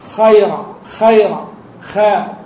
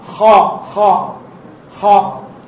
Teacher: فلا بد أن تلاحظ فيها الهمس وتلاحظ فيها أيضا الاستعلاء الذي فيها · Shown in: second take